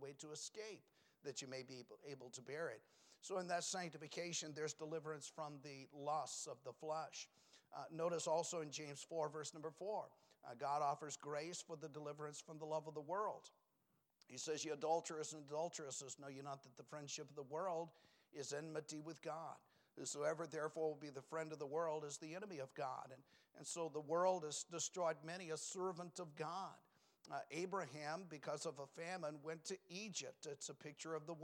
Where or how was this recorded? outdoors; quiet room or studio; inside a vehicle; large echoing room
large echoing room